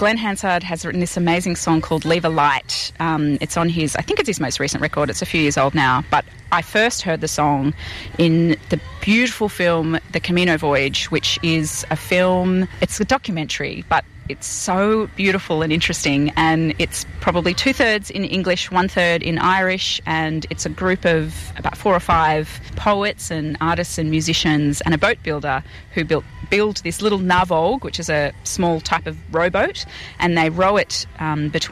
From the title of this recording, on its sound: at St Albans Folk Festival 22nd April 2023